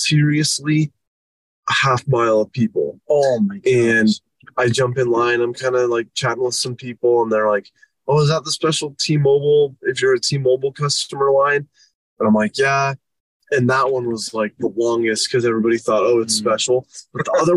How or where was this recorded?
inside a vehicle